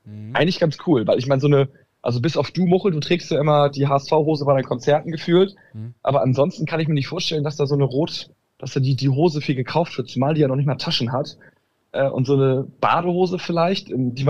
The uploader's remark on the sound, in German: am Telefon